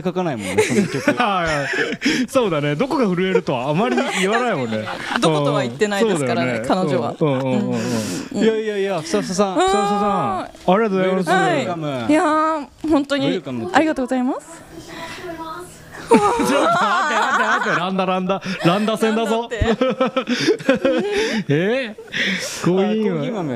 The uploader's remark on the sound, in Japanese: 公開収録はじまるよ!!